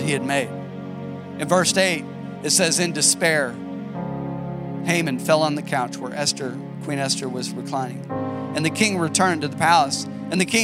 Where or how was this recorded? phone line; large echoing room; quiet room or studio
large echoing room